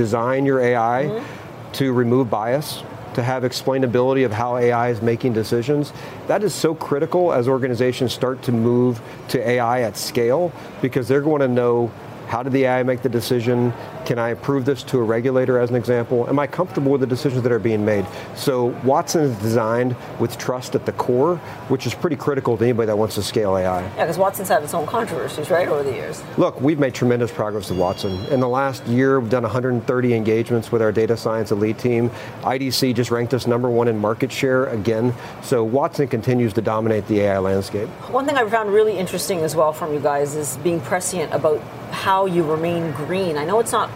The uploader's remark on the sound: live from The New York Stock Exchange